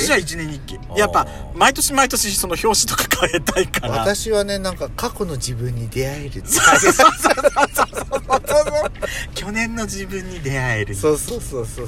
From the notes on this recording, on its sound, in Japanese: パーキング収録